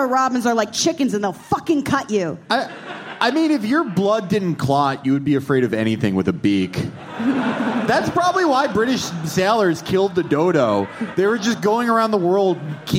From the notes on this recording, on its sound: From our live shows in London on 6/5 and Manchester on 6/7.